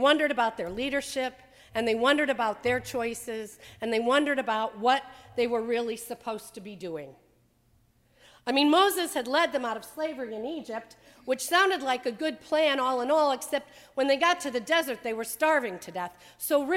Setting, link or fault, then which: setting, large echoing room